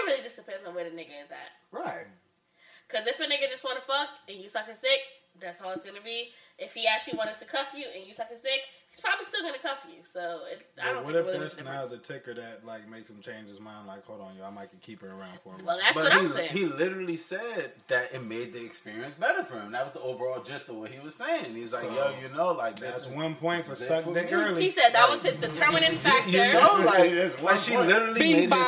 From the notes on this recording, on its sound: It was Memorial Day Weekend & the Pod decided to get together and throw the mics on. Please excuse any technical difficulties, as we recorded this without a camera crew.